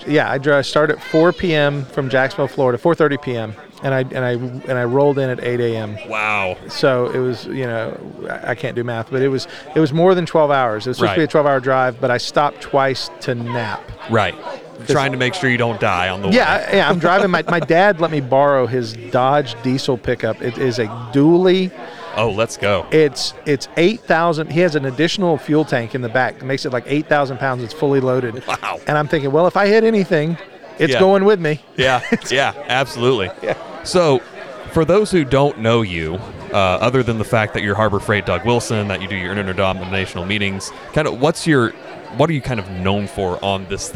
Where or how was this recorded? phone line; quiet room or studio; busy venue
busy venue